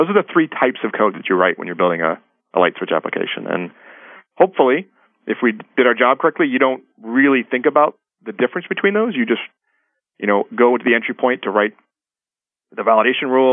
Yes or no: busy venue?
no